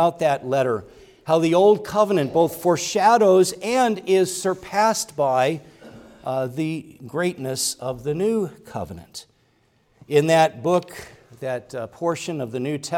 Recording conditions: large echoing room